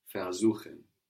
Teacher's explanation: We have the accent on suchen, showing us that ver stays put.